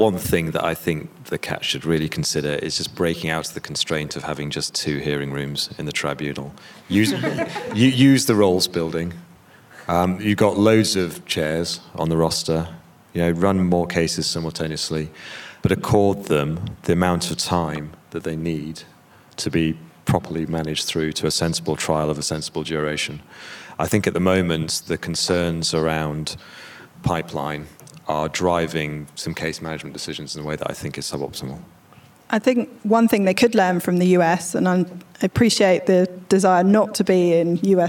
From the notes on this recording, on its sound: The London panel discussion from our recent Europe-wide event on collective litigation.